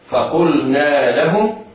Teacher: الألف تمد مدا طبيعيا بمقدار حركتين وصلا ووقفا